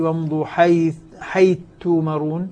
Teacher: صارت الثاء مع التاء تاء مشددة